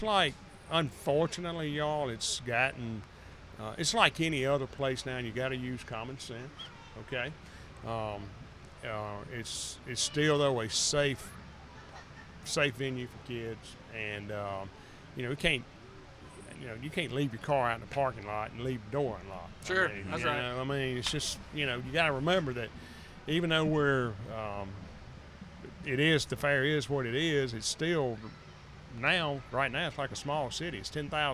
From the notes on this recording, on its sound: Joined The Extra Mile podcast on location at the Neshoba County Fair. Soundbite from Neshoba County Fair speech.